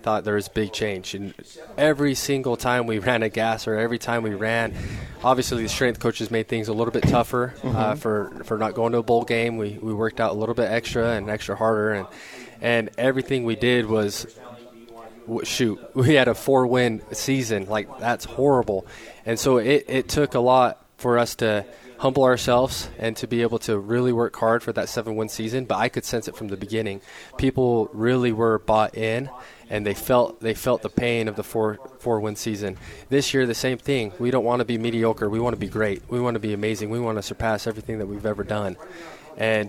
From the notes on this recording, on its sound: Live from BYU Media Day.